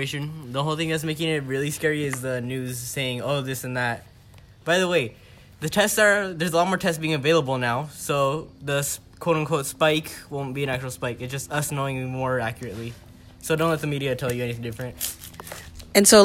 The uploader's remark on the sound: We sat outside